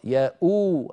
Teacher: أنطق همزة مضمومة وبعدها واو